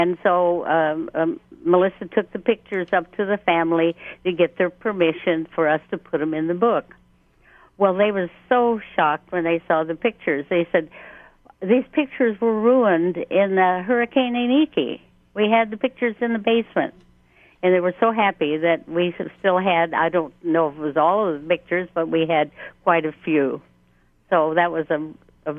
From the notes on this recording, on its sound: The Conversation hosted a call-in show